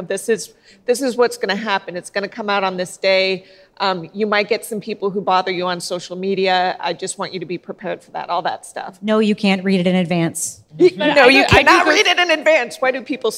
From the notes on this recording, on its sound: This bonus episode was recorded in front of a live audience at Podcast Movement.